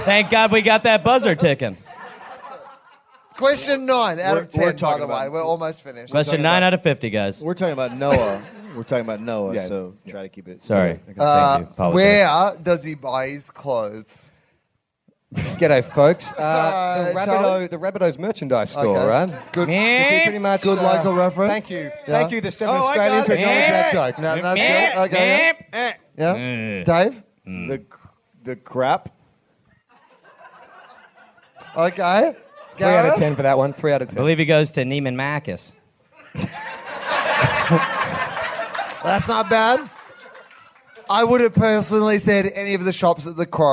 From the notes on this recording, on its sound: Recorded in front of a live audience at the LA Podcast Festival 2014.